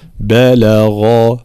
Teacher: بلغ ترقيق الباء واللام ثم تفخيم الغين